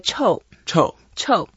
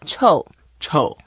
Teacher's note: it's a fourth tone, so we go down, and if you're really, really stinky, you can make it longer.